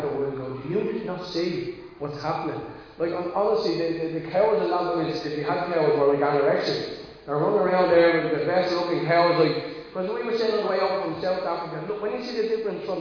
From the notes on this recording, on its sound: Recorded live in Liberty Church on 27 March 2022